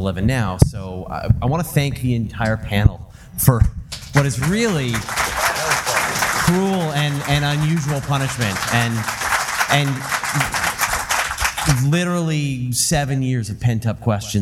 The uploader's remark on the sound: Live from DragonCon 2014